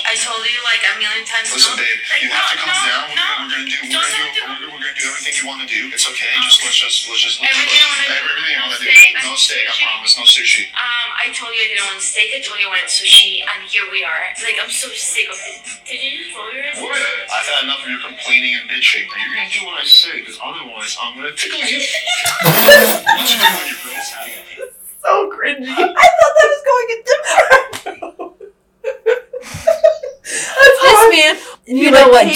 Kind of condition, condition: fault, sounds in the background